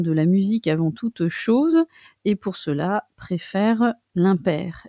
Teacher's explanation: la prononciation des E à l'intérieur du vers pour parvenir justement à avoir un vers de 9 syllabes